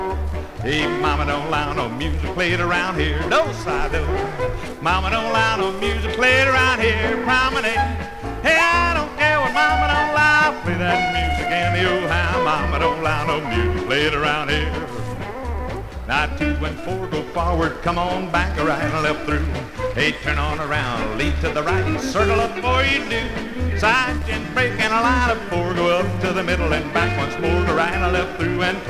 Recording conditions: busy venue